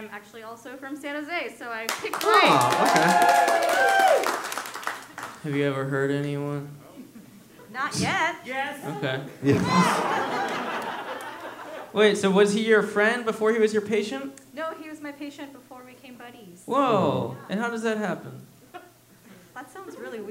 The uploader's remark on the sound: PBO Live in Oakland! A high school teacher reuniting with FOUR of her former students LIVE.